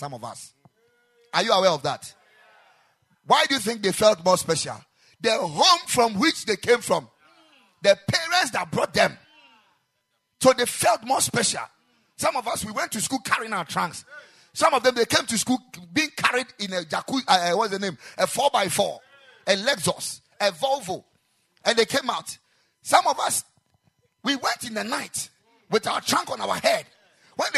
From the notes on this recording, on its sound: Preached at the Ekklesia Chapel.